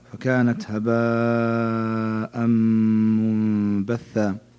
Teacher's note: المد المتصل، فيمد بأربع أو خمس حركات